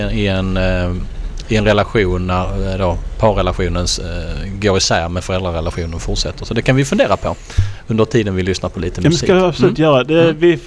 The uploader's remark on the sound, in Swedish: Almedalen Special. Vi sänder live från Rigagränd 5 som ligger ett stenkast från Ideella Trädgården i Almedalen.